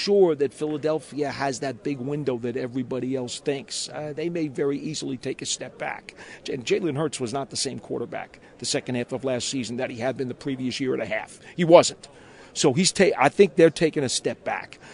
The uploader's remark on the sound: joins live from the draft combine